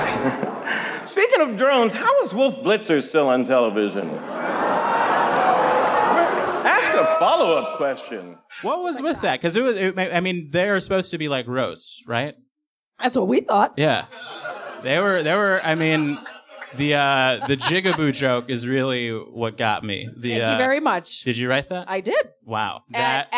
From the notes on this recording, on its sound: At a live show in Brooklyn’s Union Hall.